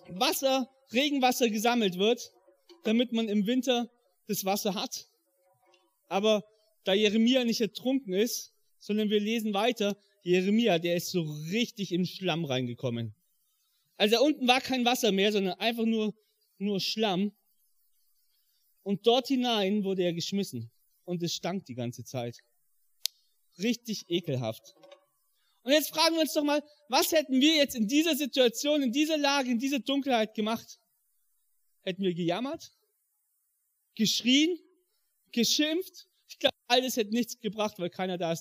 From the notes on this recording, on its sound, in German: im Rangergottesdienst in der Life Church Ansbach